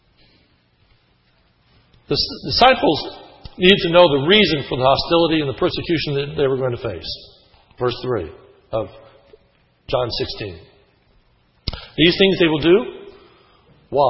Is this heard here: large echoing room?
yes